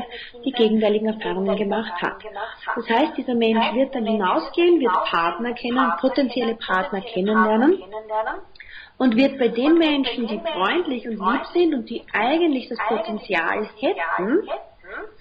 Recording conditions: poor sound quality